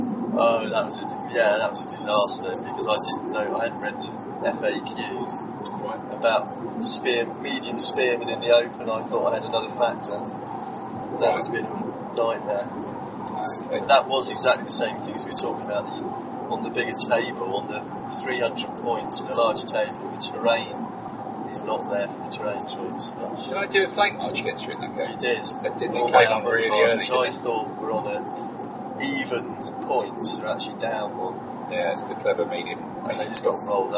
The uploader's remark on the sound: This episode was recorded quite literally on the road, using an iPhone 5 microphone - the audio is still pretty decent though, so don't be afraid!